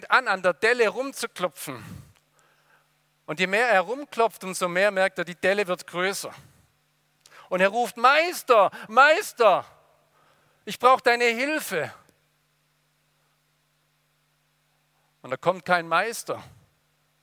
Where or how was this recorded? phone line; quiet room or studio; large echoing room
large echoing room